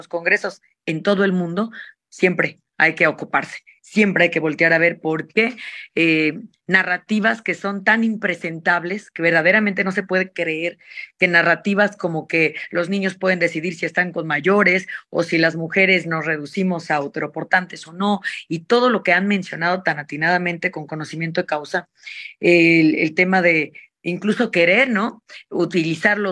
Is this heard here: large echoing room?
no